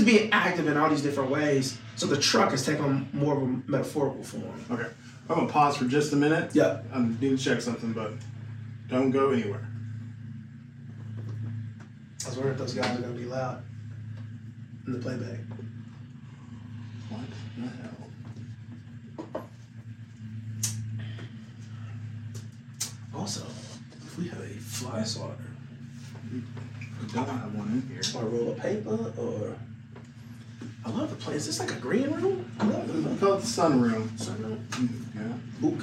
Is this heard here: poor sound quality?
yes